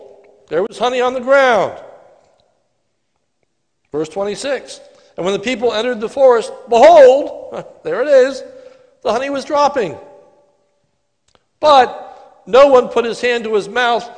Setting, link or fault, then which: setting, large echoing room